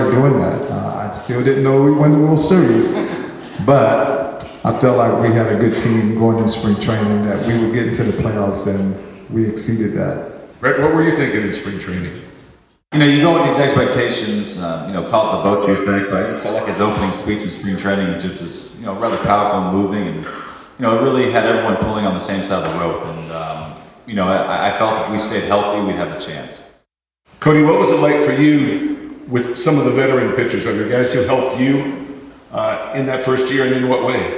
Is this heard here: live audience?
yes